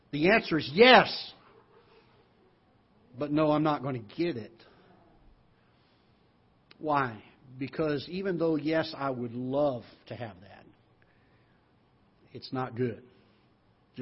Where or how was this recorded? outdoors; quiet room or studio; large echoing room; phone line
large echoing room